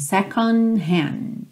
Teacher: Então, de novo aqui, second hand, você não ouve os D's, meio que acaba o som no N mesmo